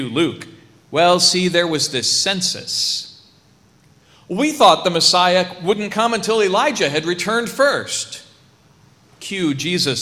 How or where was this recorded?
large echoing room